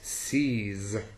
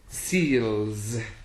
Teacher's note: So we get this long closed E sound.